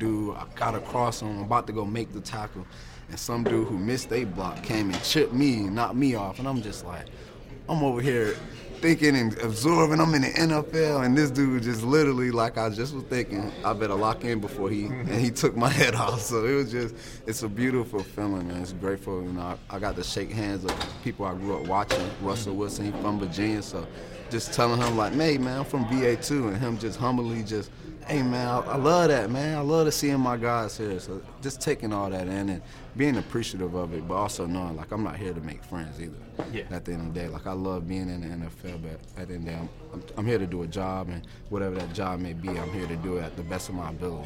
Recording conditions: busy venue